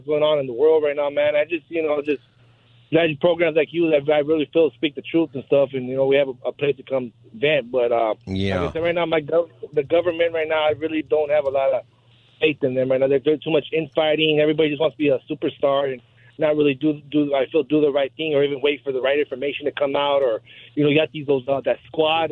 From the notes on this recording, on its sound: Open Phone Friday.